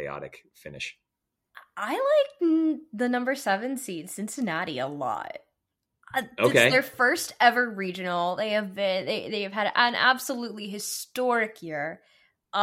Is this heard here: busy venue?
no